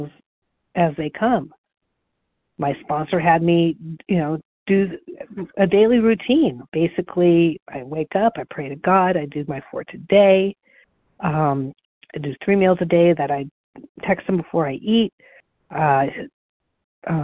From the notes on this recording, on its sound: the 100 Pounders Phone Meeting